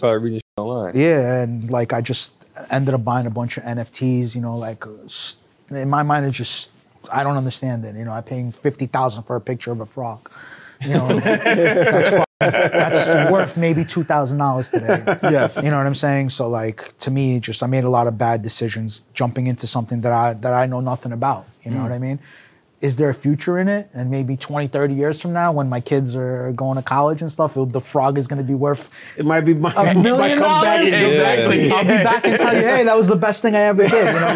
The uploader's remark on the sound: Shot on location at Sotheby's Auction House during the exhibition opening for their annual Fine Watches Luxury Edit.